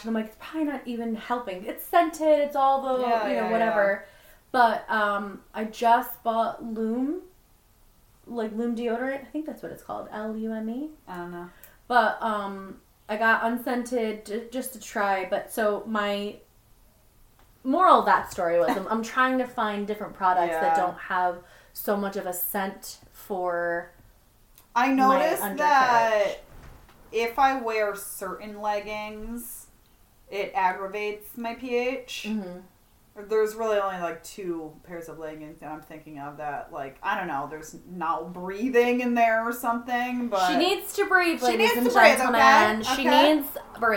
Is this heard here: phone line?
no